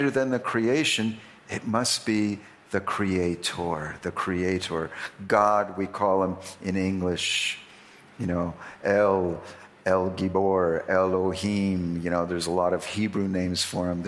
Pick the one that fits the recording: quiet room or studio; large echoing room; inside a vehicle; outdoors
large echoing room